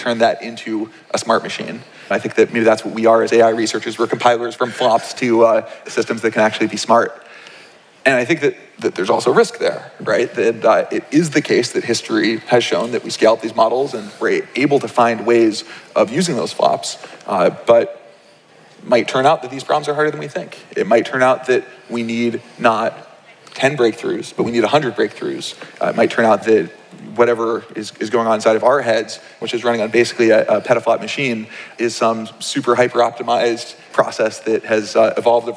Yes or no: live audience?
yes